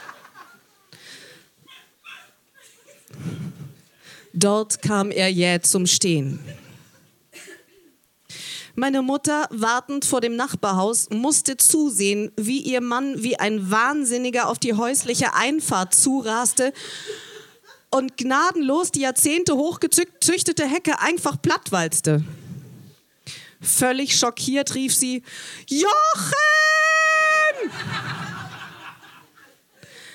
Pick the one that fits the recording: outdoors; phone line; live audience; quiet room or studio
live audience